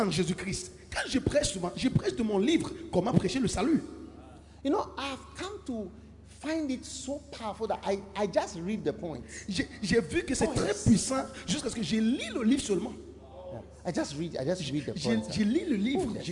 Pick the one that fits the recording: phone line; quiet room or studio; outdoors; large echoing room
large echoing room